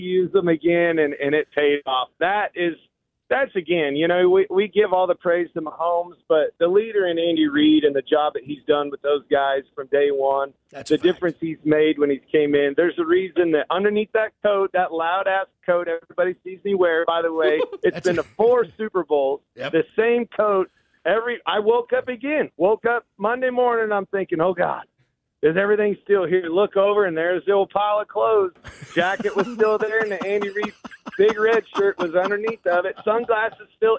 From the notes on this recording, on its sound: on the phone!